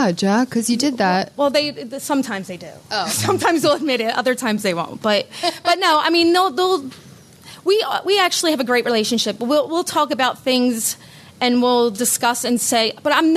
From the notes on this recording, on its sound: To a live audience for the Philadelphia Podcast Festival.